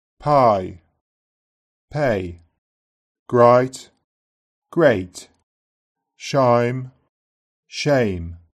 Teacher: A starts with the tongue back and the jaw open in Brummie.